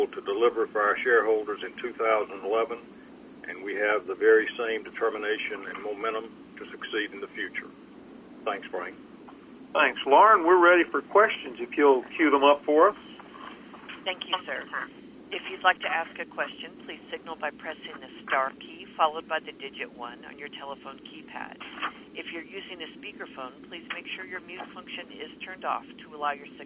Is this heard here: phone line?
yes